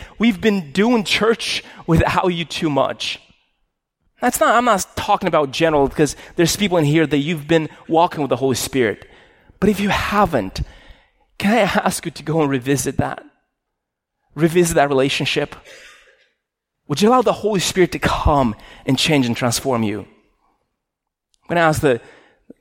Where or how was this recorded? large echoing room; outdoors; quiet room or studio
large echoing room